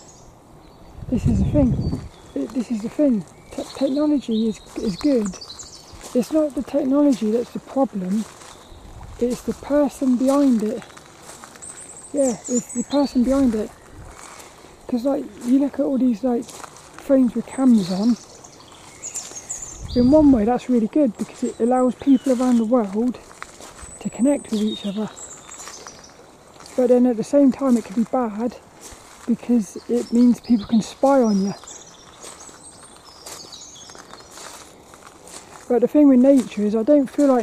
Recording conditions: outdoors